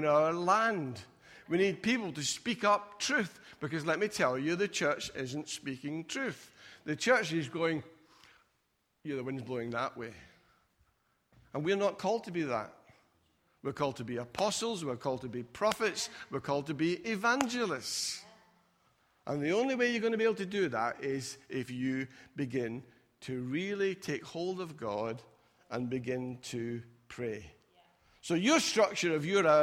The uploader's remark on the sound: Recorded at freedomcentre church, Preston on Sunday 2nd February 2020